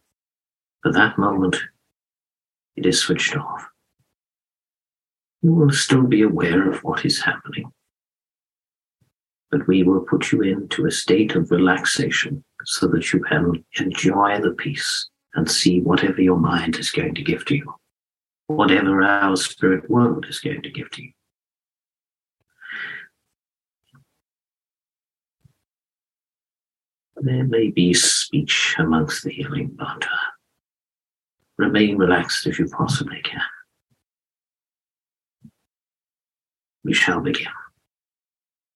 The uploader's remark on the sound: I have taken the audio from two of my private group Zoom events